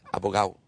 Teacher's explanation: Yeah, the D-O at the end is gone.